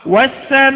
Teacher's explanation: أقوم ببيان بعض حركة الكسر في الهمزة وهذا هو الروم